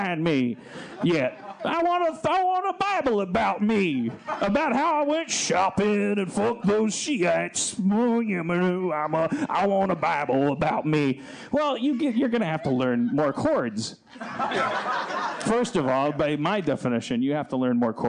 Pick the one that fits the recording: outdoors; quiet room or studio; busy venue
busy venue